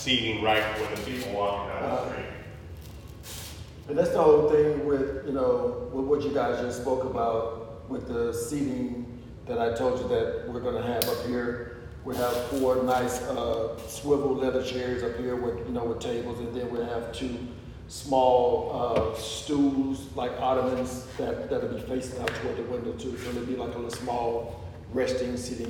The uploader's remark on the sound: Please mind the open air echo